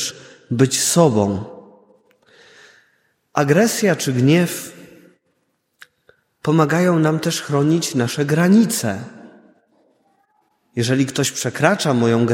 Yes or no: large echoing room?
yes